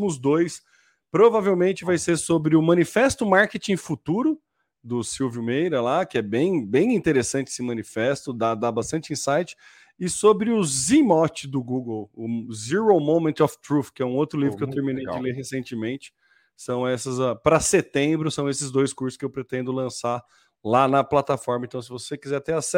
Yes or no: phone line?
no